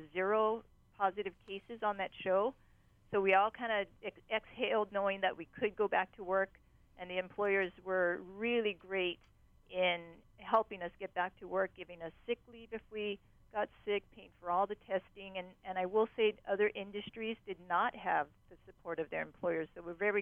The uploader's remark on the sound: we host a call-in show